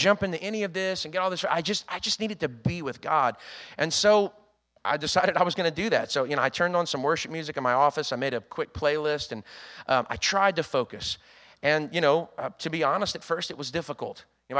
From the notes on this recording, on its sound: was recorded on Sunday, June 12th, 2022, during service at The Anchor Church in Rockport, Maine.